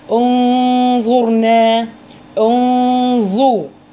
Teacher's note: هنقول انظرنا، يبقى لن نأتي بالنون من مخرجها الطبيعي بتاعها، ما مش هنقول انظرنا، لا هنخلي النون في حالة مخفية ما بين الإضغام والإظهار · Term: اخفاء حقيقي